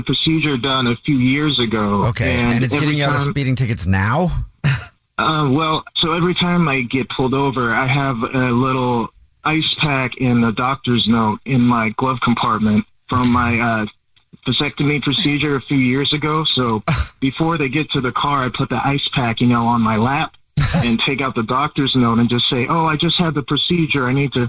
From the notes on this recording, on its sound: there is a listener on the phone